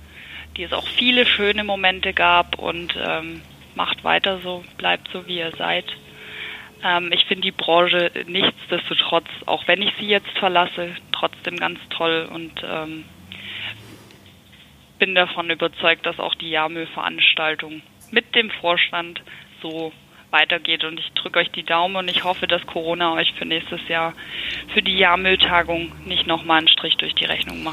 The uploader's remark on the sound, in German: Ich habe mit ihr am Telefon